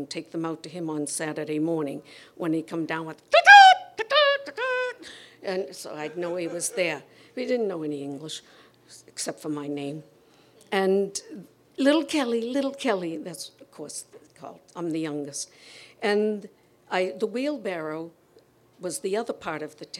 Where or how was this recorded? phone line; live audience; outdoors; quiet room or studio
live audience